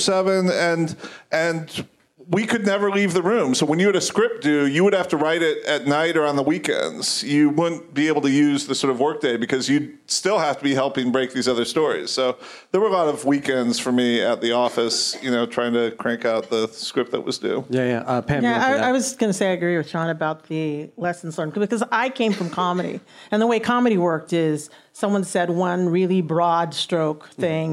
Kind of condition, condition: setting, live audience